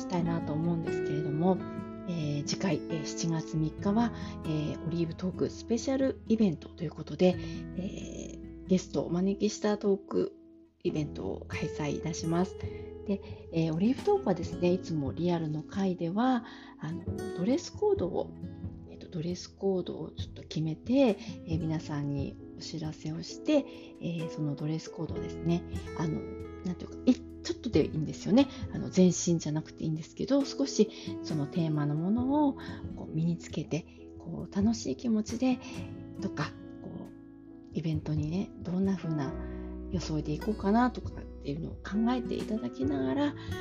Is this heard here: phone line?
no